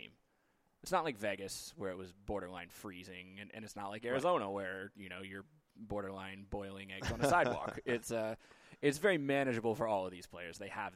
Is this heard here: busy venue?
yes